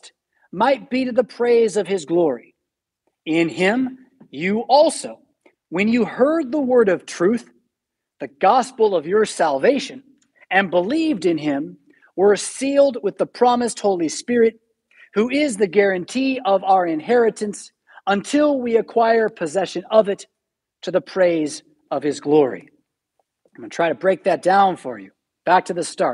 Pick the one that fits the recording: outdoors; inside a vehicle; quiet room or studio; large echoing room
large echoing room